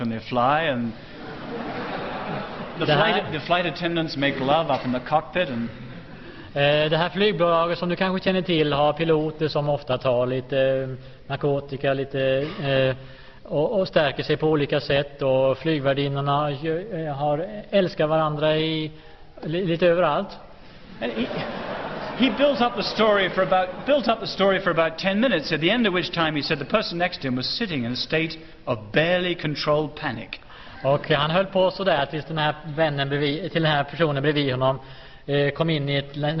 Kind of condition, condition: setting, large echoing room